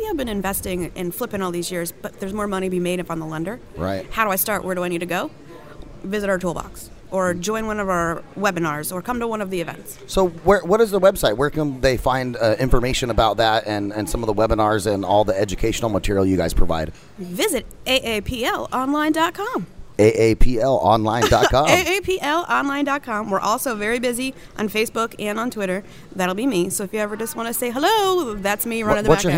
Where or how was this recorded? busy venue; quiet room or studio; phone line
busy venue